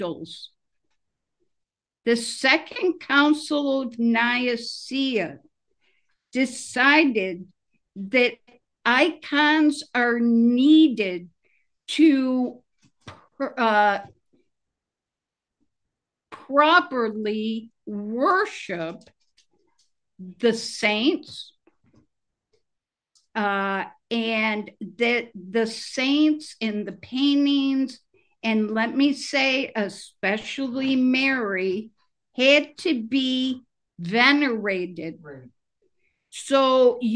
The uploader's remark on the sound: Oceanside Zoom Class.